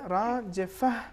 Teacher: تو وقف کی صورت میں اس کا تلفظ ہا ہوگا، تے کا تلفظ نہیں ہوگا بلکہ بدل جائے گا ہا میں · Term: تا مربوطہ